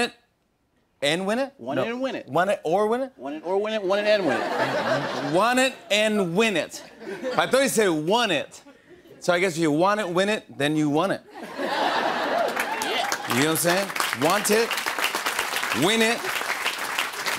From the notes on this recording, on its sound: chats with members of the audience